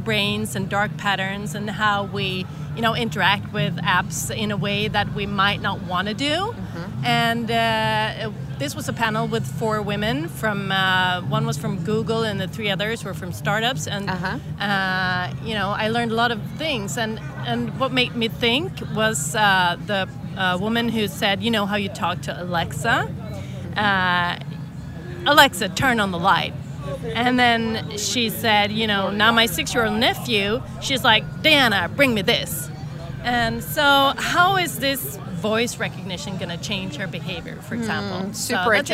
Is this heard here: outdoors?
yes